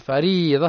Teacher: الراء مرققة لأنها متحركة بالكسر